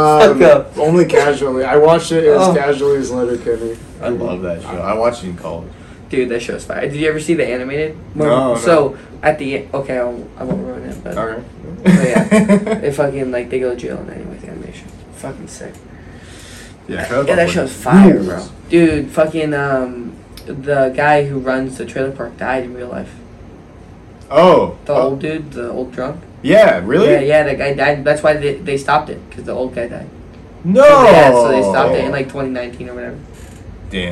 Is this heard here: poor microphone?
yes